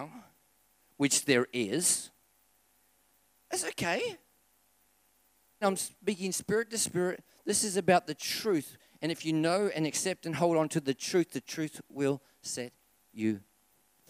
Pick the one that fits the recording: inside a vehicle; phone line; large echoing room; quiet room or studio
large echoing room